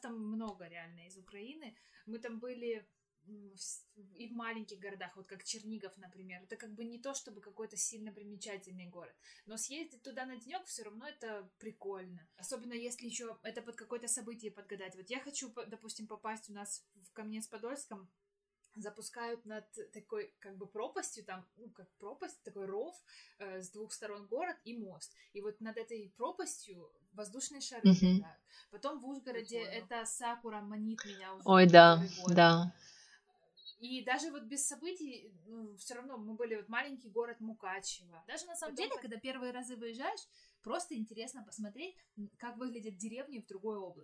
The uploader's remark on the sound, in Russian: Осторожно! Плохой звук